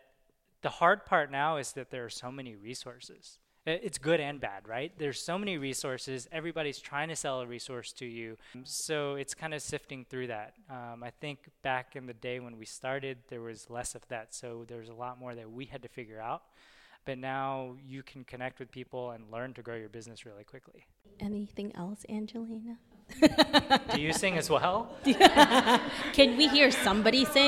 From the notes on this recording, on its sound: As well as a live Q&A from our amazing listeners. A Q&A with our live audience.